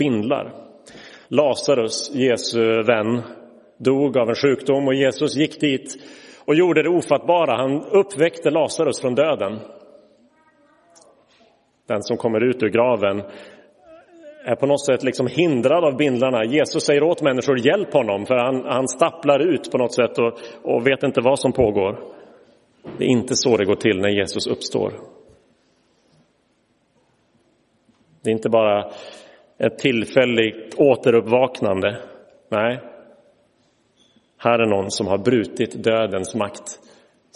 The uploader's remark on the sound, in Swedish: Inspelad i Roseniuskyrkan den 9 april 2023.